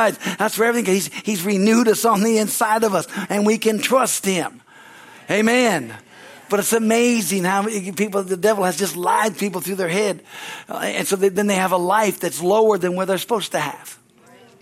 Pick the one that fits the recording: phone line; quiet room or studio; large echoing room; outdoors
large echoing room